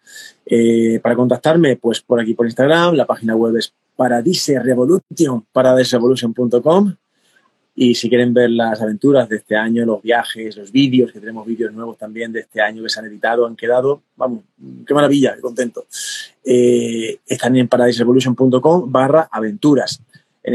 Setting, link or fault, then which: link, video call